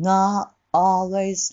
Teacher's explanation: な、喉のところだけで、なって閉めちゃう · t は無声音なので、一度音が切れる必要があるんですね